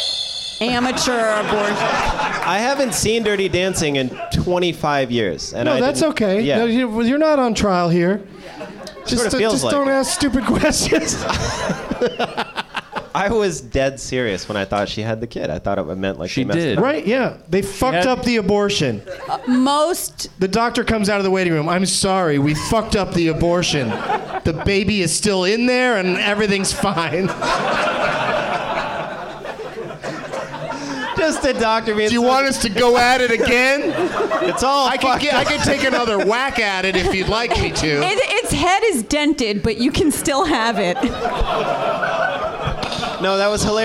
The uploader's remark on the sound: Live from the Nerdmelt Showroom in Hollywood